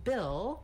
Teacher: the vowel ih, which is a lax high front vowel